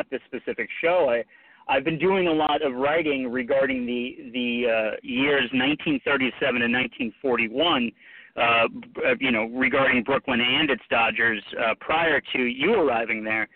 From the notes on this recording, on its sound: will call into the show